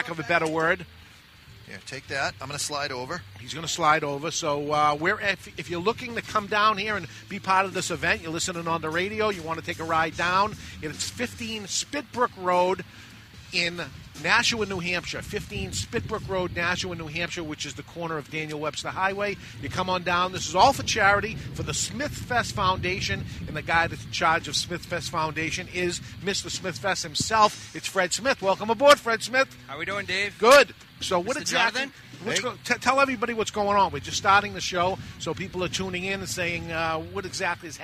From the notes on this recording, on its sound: It's the Smoking Calendar Motorcylce run live from Two Guys Smoke Shop.